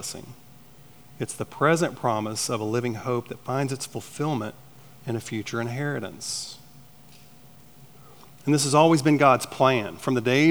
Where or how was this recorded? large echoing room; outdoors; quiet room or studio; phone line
large echoing room